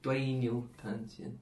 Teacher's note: I think first one is fourth, and then the next three are second.